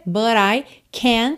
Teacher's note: Então, rarara nesse T, but I can't, você praticamente não ouve o T